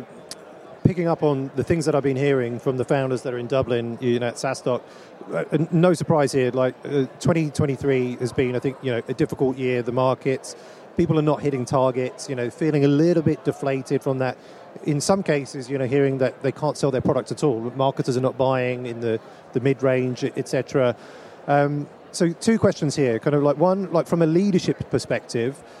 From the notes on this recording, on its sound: live from the #SaaStock2023 Podcast Stage